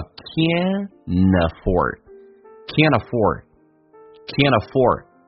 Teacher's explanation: Can't 这个单词在美式发音发成 can，英式发音发成 can't。那么同时 can 这个单词跟 afford 它有一个连音，那么一般来说不是 t 跟 a 形成连音叫 canafford，一般是 n 跟 t 组合的时候是 t 不发音，用前面的 n 跟后面的元音进行连音叫 canafford